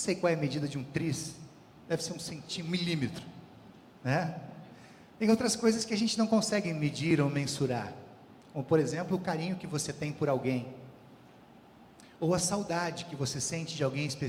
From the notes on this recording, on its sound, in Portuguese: Culto ao vivo do dia 12 de março de 2023, da Congregação Evangélica Luterana da Esperança, de Brasília (DF).